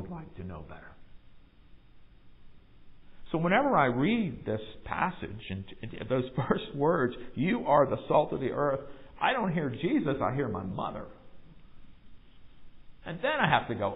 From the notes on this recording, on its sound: Recorded live in the sanctuary of MPPC.